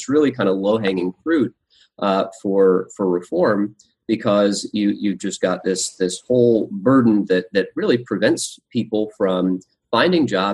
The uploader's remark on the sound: Today, we’re bringing you the audio from a recent webinar we held on why states should undertake regulatory reform.